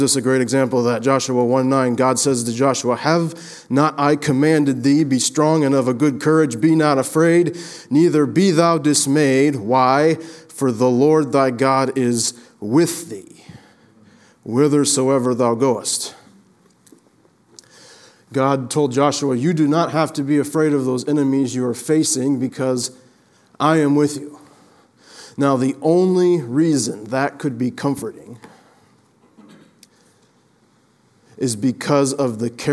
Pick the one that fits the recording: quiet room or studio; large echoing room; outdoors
large echoing room